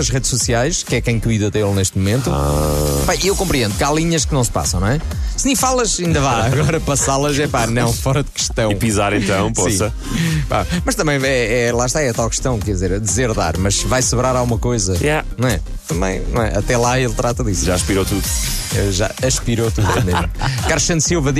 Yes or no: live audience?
no